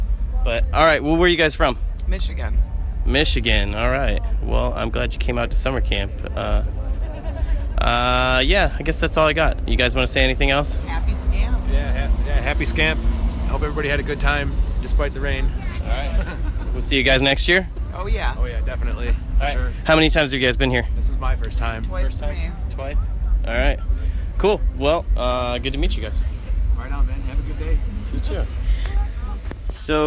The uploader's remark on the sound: at the festival to interview